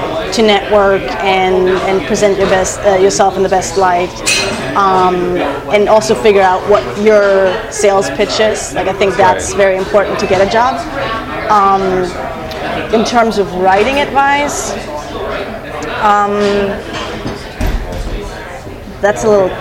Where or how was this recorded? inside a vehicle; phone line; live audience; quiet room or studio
live audience